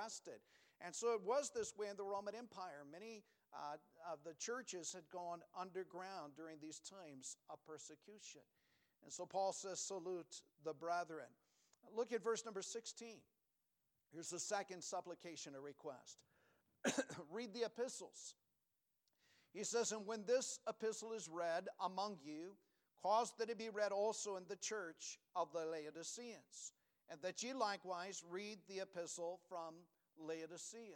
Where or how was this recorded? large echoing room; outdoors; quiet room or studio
large echoing room